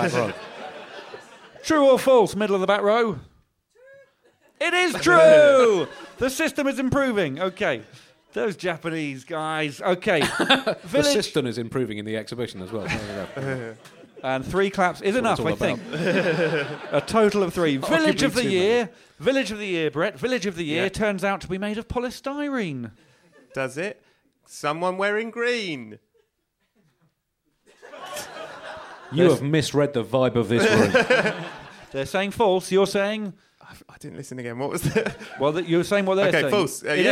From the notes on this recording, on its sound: Live from the Soho Theatre. In front of a live audience.